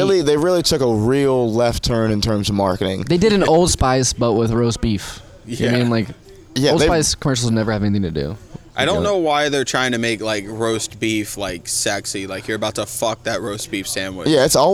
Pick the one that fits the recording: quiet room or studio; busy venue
busy venue